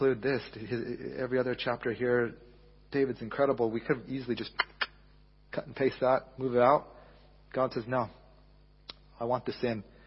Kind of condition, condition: setting, large echoing room